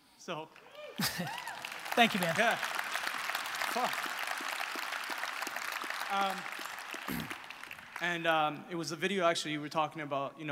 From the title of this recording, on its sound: A Keynote: Real Talk Summit, Vancouver 2017